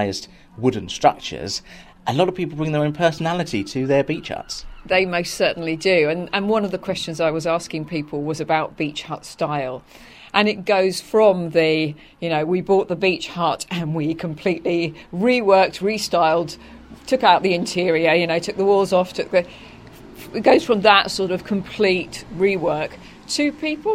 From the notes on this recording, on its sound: on Frinton Greensward over looking the beach huts